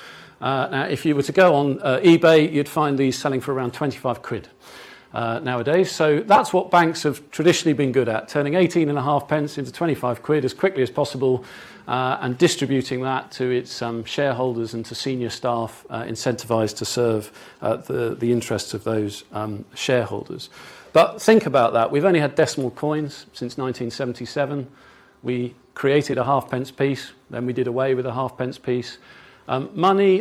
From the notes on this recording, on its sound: delivered a lecture as part of the Bristol Distinguished Address Series